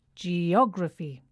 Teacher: G-O-G-R-A-P-H-Y. And the stress falls on the third syllable from the end